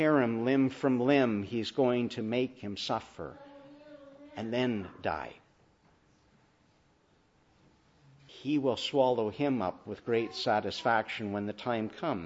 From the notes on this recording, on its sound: Morning Service. Preached in the Annunciation of the Blessed Virgin Mary on Passion Sunday (Lent 5).